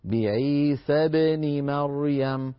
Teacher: بعيسى إذا وصلناها بابن مريم تسقط الألف فتصير مفتوحة. بعيسى بن مريم.